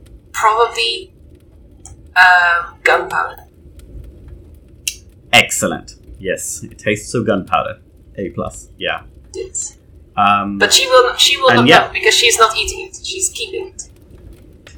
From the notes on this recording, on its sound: Note: the audio quality on this one is choppy.